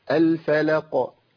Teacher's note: تبين القلقلة صح، بس بينتهى بقوة شوية معايا